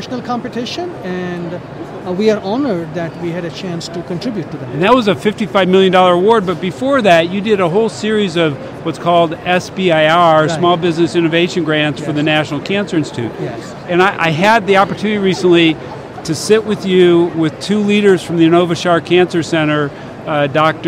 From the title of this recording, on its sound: LIVE from #HiMSS17